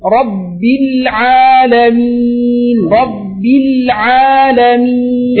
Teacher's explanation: லாமுக்கு சுக்கூன் இருக்குது. அந்த லாமுக்கு கொஞ்சம் டைமிங் கொடுப்போம்.